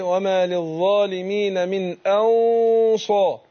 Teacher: أنا بخفي النون عند الصاد بس مع تفخيم الغنة عشان جه بعد النون حرف استعلاء حرف مفخم الصاد